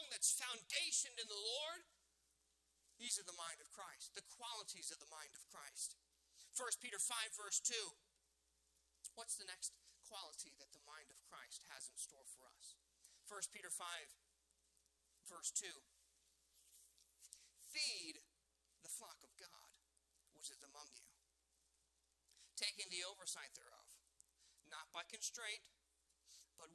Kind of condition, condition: setting, large echoing room